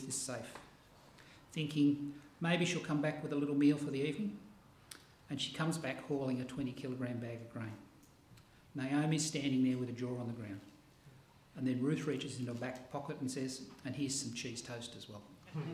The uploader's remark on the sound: This sermon was preached on 6 August 2023 at all services of Helensburgh and Stanwell Park Angilcan Church.